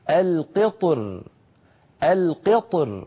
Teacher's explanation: وفي الوجه الثاني يفخم الطاء ويرقق الراء أيضا من غير تكلف هكذا القطر القطر، فيفخم الطاء ويرقق الراء عند الوقف · Term: الترقيق